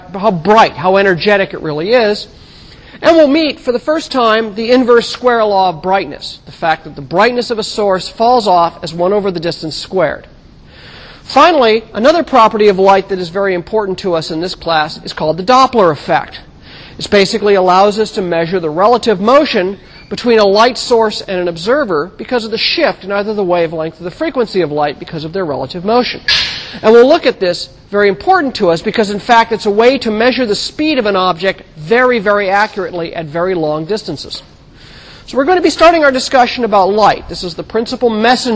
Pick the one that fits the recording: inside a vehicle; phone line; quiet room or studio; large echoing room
large echoing room